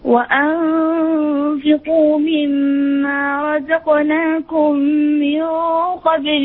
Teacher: أعطي الغنة الميم مع الميم